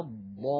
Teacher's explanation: الضاد مفخمة فالألف تبعتها في التفخيم · Term: تفخيم الألف